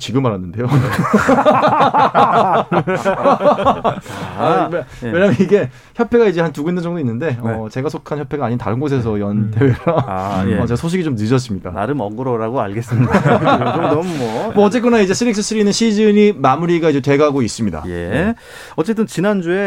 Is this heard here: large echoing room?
no